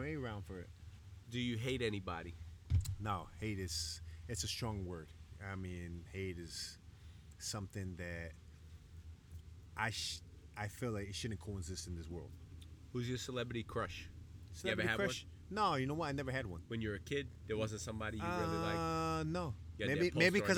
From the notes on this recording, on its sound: I took my podcasting talents to Mexico. The podcast was recorded on a private beach at his home in Isla Mujeres. Sometimes all you need is a laptop, a microphone and a bottle of Mezcal to make it happen.